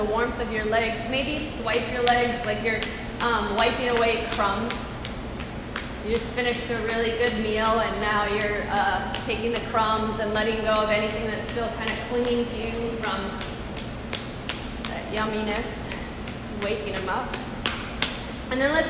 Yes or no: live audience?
yes